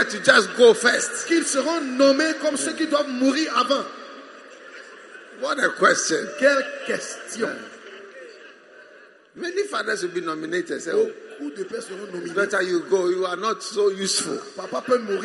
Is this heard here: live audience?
yes